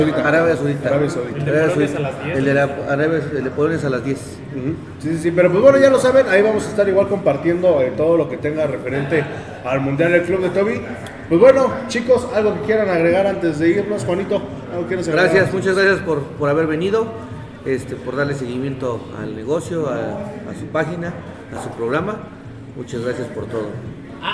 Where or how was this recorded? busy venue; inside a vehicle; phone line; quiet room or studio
busy venue